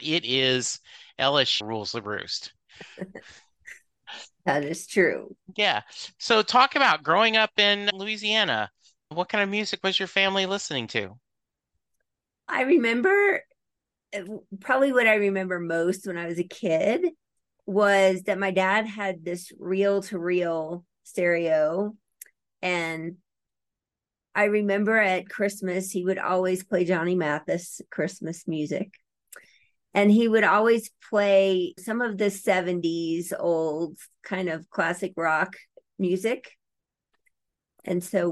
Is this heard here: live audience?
no